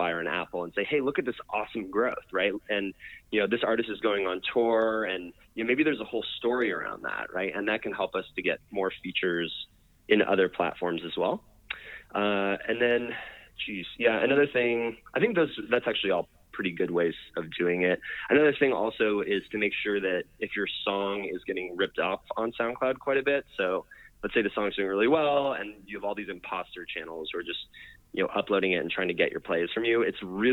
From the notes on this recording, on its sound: called